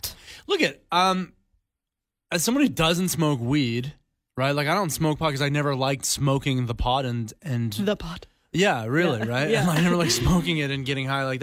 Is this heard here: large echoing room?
no